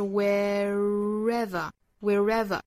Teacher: 这个词它的条件呢就是要借助这个小小的 r 的发音来去连贯两个元音